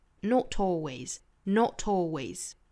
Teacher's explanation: 这里面 not 和 always 可以做连读